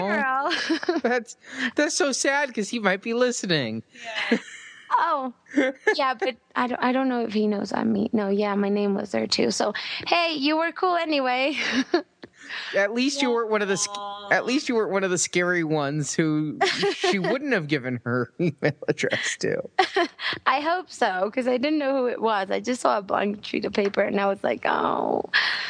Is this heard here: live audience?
no